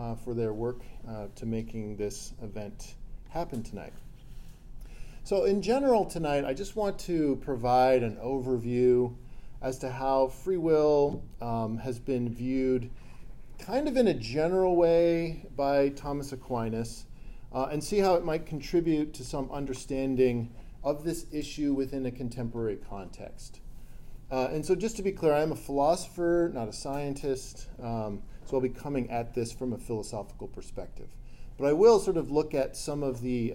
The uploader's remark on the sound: This lecture was given on November 18th, 2023, at University of South Florida.